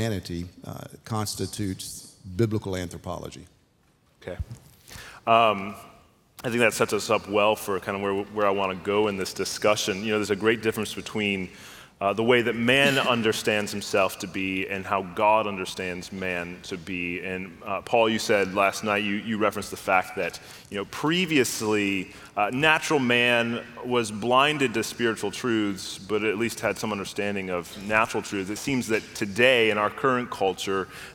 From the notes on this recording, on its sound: Biblical Anthropology" national conference in Southwest Florida.